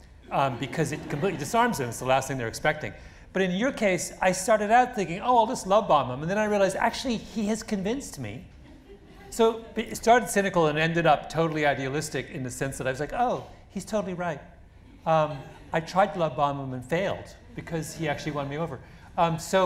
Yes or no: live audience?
yes